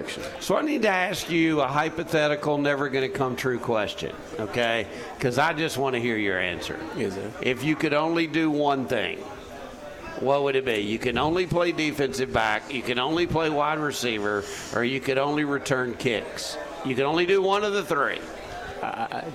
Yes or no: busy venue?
yes